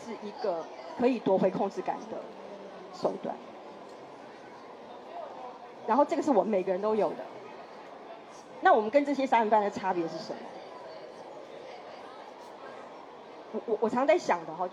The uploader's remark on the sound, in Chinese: 錄製地點：2024台北國際書展讀字公民攤位讀字沙龍